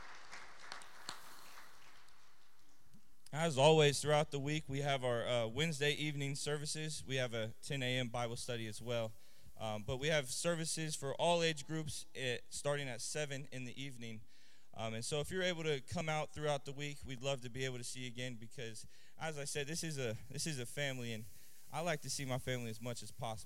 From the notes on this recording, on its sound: Trinity Church Live